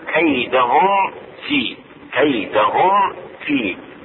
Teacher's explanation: إظهار الميم الساكنة عند الفاء